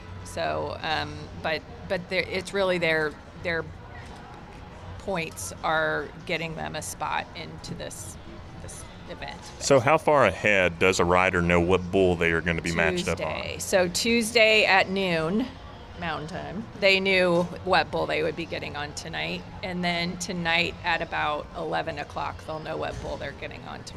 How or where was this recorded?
busy venue